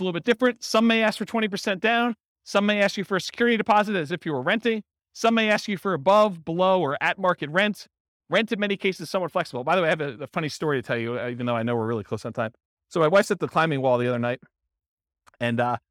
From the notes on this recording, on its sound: Real estate entrepreneurs in Baton Rouge, Louisiana. This was a live class recorded to give investors a solid qualitative overview of all the different real estate investing strategies. The live in-person version.